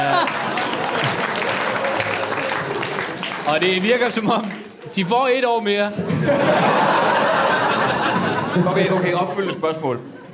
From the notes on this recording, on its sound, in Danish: Afsnittet er optaget live på Comedy Zoo